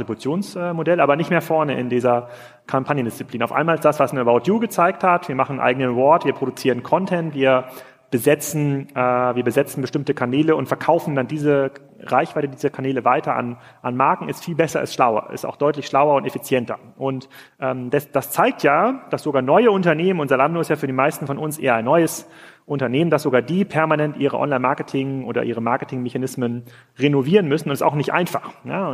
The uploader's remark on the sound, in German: Live vom POL.